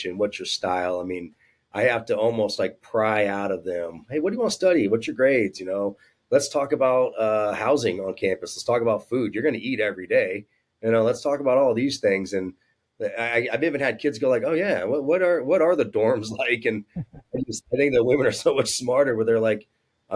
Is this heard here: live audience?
no